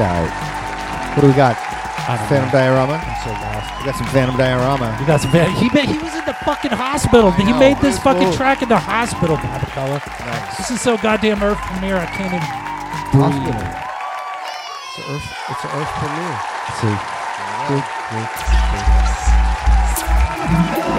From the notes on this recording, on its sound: Filmed in front of a live Studio Audience.